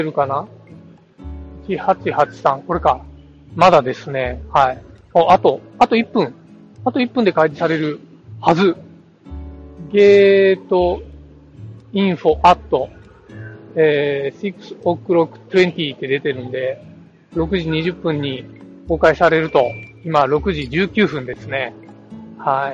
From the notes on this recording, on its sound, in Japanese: 今回も、スマホ収録のため、音声が大変聞き取りづら唸っております。